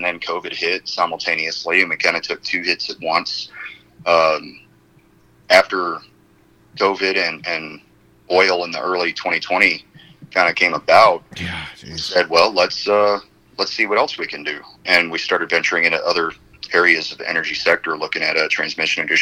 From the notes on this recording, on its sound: The phone interview starts out with the three discussing how it took several months to make this interview happen.